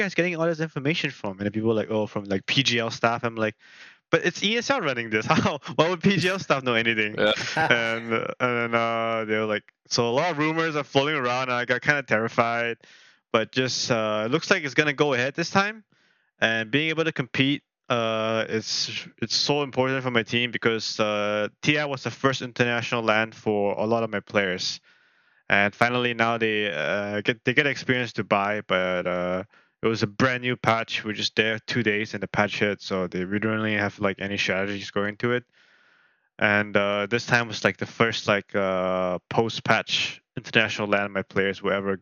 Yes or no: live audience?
no